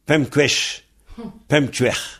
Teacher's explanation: Mais il se produit le même phénomène que dans beplé et bepla, c'est-à-dire que le P final de pemp durcit le G de guesh, djuer, et il devient quesh, tchuer. Et donc ça devient pem quesh, pem tchuer, hein. · Term: durcissement de la consonne